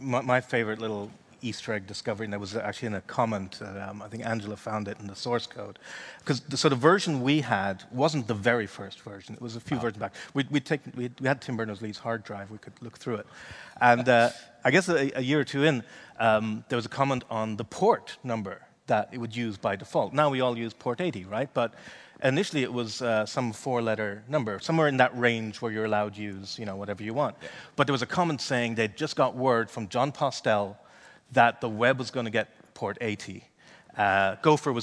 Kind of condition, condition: setting, live audience